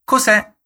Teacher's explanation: cos'è si pronuncia tutto attaccato, mi raccomando all'accento sulla E.